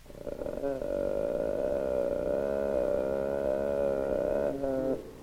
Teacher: If this constriction is increased sufficiently, as in a sharp staccato, a new and different phenomenon may be observed. Here is this peculiar pattern produced in a sustained manner, which is sometimes referred to as a vocal fry.